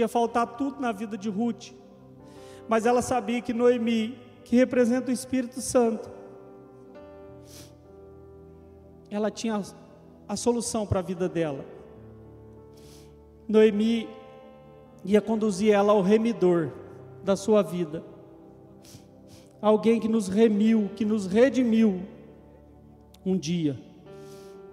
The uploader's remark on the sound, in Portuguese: Gravado ao vivo na igreja.